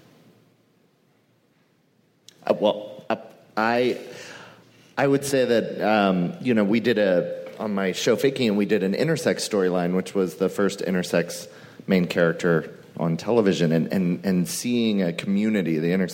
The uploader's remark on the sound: Powerful TV panel from ATX. Recorded June 2016 at ATX Television Festival.